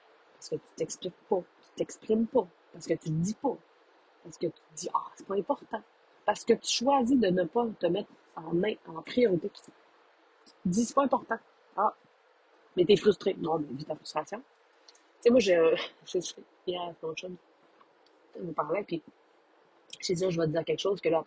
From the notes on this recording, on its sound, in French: Désolée pour les nombreux bruits de bouche… vive les Airpods!!